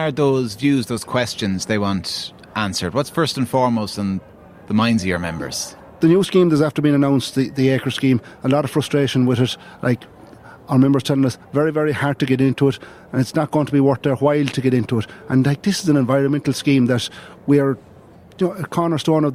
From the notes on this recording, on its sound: LIVE at the National Ploughing Championships, in Ratheniska, Co Laois